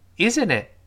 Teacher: 这个 s 要发 z 这个声音，这是肯定的